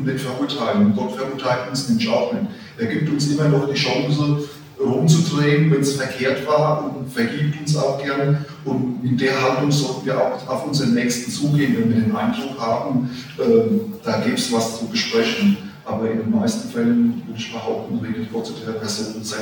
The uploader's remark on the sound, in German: Aufgezeichnet im Livestream Gottesdienst der Ev. Melanchthongemeinde Griesheim.